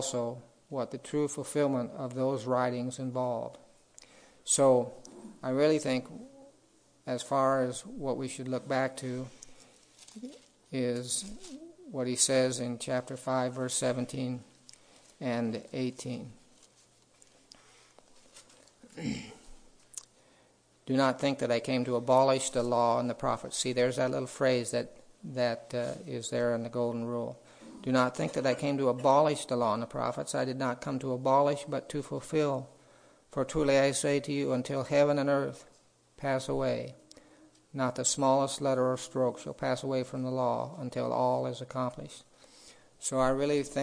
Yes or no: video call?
no